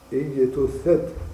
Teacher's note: الجيم كذلك حرف شديد وهو حرف مجهور كذلك